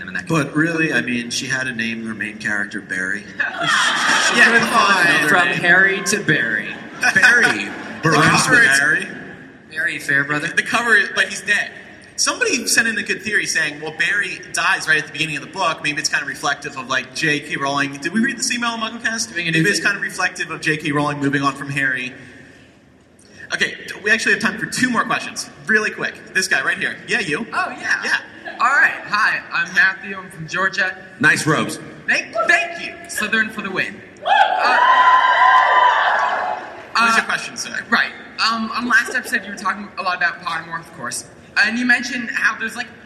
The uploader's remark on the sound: Live from LeakyCon